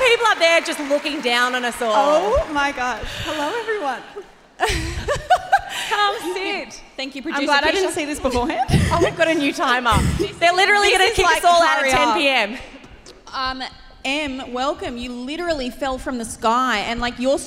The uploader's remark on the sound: The cut down interviews from our LIVE SHOW!